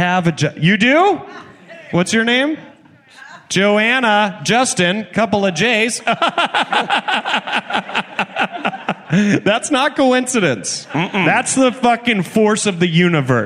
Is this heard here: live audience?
yes